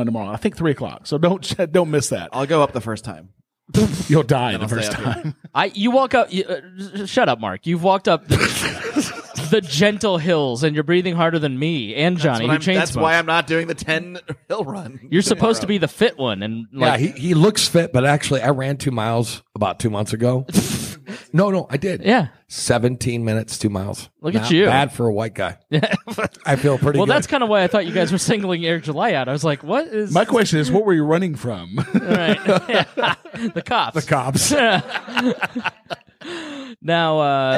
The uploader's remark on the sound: LIVE from PorcFest! Meet for the first time in person at Porcfest to record a special (and hilarious) episode of the League Of Liberty.